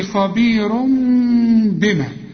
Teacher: حول التنوين إلى ميم واخفيه لأنه بعده باء وما تضم شفايفك · Term: إقلاب